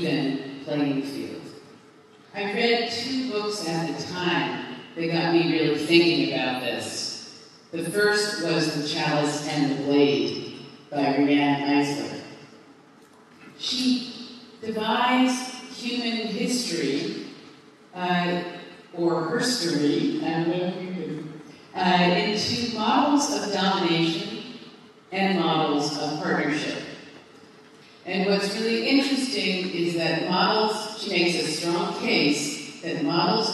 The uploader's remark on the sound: Delivered in Shanghai on May 14, 2017 to 1000 women at the International Elite Women's Forum. The speech was delivered in English (with direct translation into Chinese which has been cut out here for easier listening.)